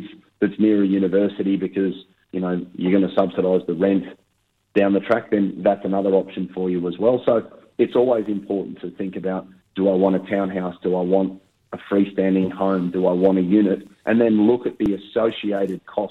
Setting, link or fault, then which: link, phone line